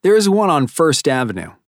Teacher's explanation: Notice how there is and there are reduced in conversation except for short answers. · Term: Reduction of there is